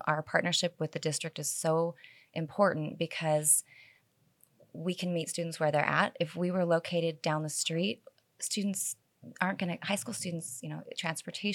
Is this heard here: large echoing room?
no